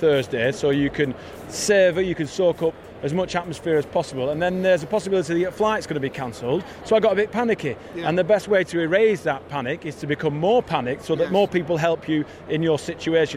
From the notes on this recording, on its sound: LIVE FROM ATLANTA WITH MANY MANY GUESTS. Walk Radio Row. Suck in the sights and sounds of the Super Bowl in Atlanta.